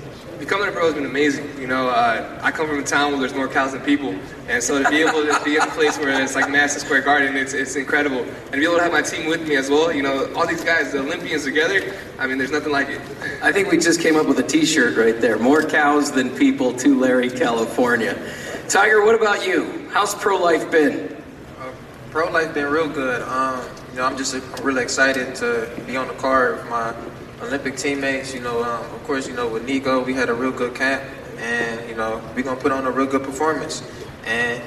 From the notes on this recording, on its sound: Final Press Conference. The Hulu Theater at Madison Square Garden on ESPN+.